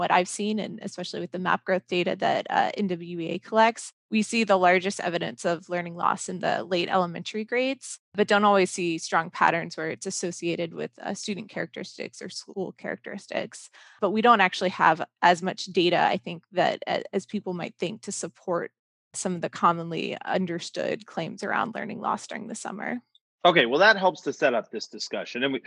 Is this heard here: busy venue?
no